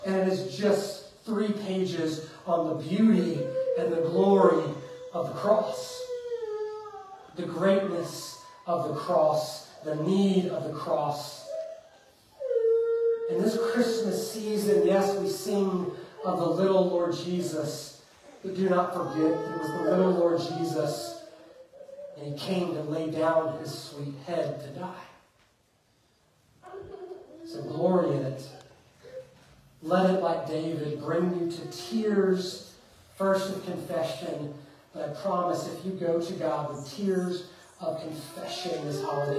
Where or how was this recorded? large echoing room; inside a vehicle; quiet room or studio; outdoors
large echoing room